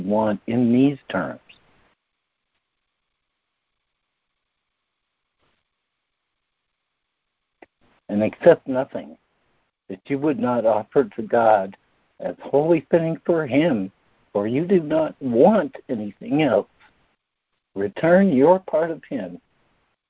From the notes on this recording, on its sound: ACIM Daily Conference Call.